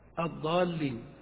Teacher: اللغة الضالين لا يجب أن تمد، وإنما يجب أن تحقق الحروف، أن تنطق بالألف ممدودة وأن تنطق باللام مشددة الضالين، لكن أن تمد لا ليس واجبا إلا على أحكام التجويد